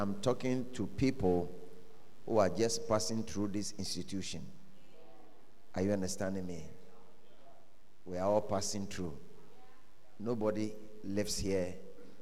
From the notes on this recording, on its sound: at The Fountain of Life Cathedral, The Gospel Encounter Service - 17th February, 2024